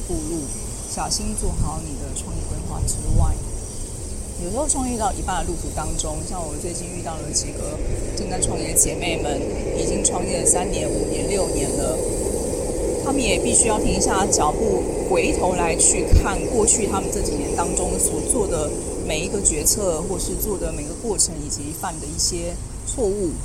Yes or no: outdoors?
yes